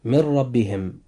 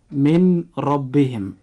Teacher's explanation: وجود حرف الراء في كلمة ربهم جاء بعد حرف النون الساكن في من، فهنا يجب أن يحدث إدغام بغير غنة · Shown in: first take · فننطق هاتين الكلمتين هكذا: من ربهم، ولا ننطقها هكذا: من ربهم.